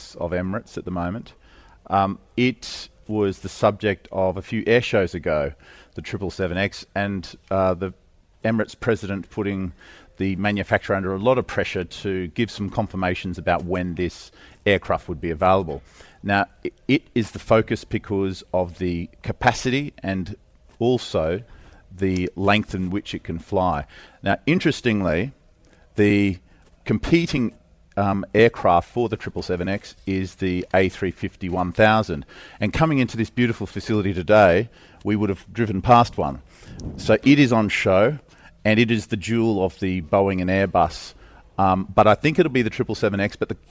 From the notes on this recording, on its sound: We’re broadcasting live from DC Aviation Al Futtaim's VIP Terminal at Al Maktoum International Airport all this week, celebrating the company's 10th anniversary.